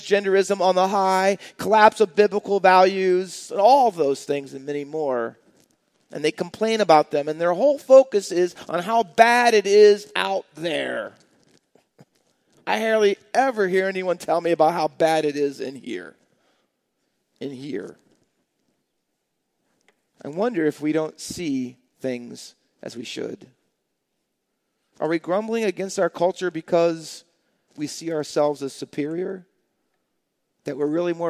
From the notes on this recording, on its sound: Faith Baptist Church in Hamilton, NJ.